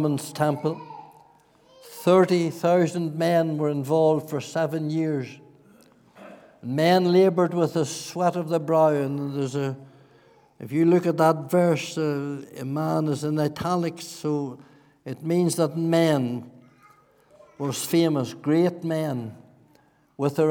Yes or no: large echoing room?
yes